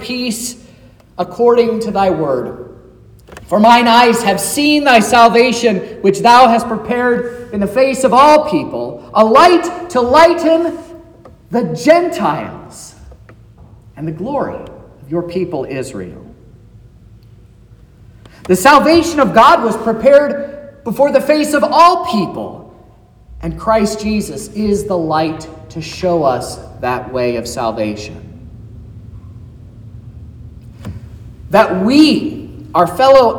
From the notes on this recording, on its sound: sermon preached at Trinity Lutheran Church in Vallonia, Indiana, on Saturday, January 6th, 2024